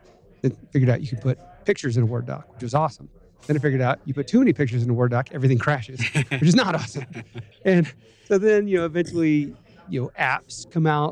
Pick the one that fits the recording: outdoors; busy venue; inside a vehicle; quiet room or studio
busy venue